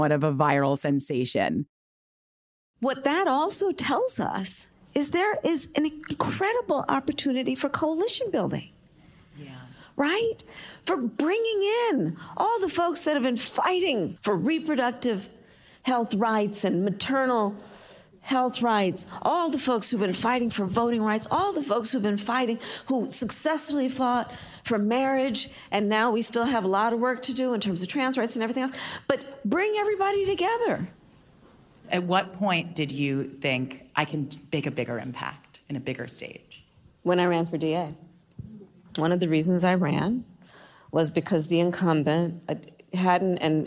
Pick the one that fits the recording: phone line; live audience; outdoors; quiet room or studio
live audience